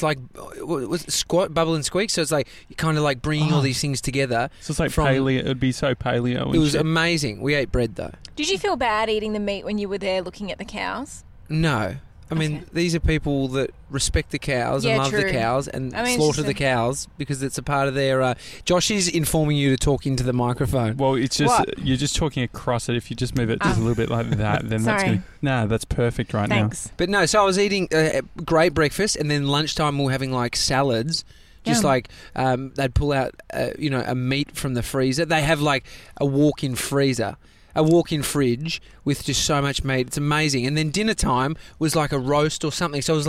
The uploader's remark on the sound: Live from the McDonald's carpark next to Melbourne Airport